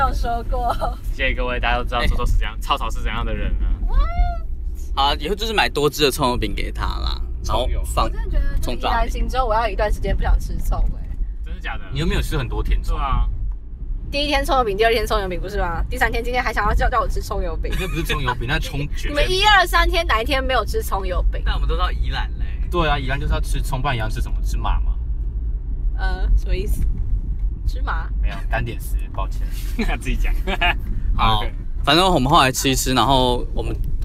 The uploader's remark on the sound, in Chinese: 徜徉在高架橋前往林森北路尋歡的我們，一時興起錄製了加碼特別篇，名符其實的在奔馳的轎車上錄製節目。跟著戀愛轎車一起奔馳霓虹燈閃爍的台北街頭。